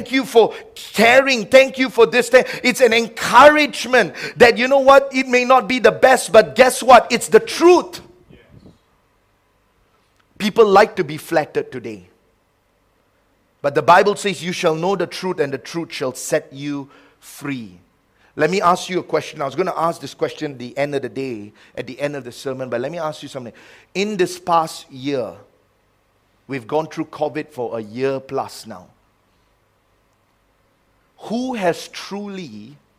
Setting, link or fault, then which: setting, large echoing room